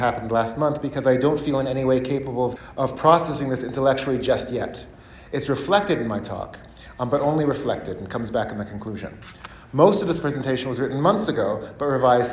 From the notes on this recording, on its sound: He gave this talk as part of a lecture series hosted by the Ellison Center at the University of Washington.